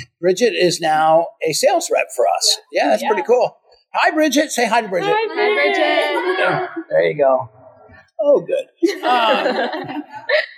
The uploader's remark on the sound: taped live from Elite Weekend in Orlando